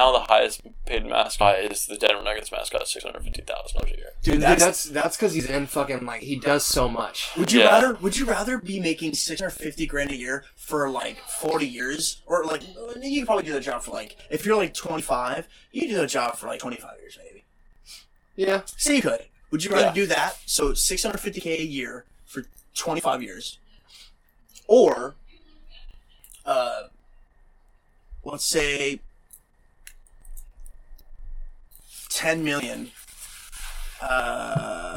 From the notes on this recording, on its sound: Audio was mildly crackled, no idea why and couldn't fix.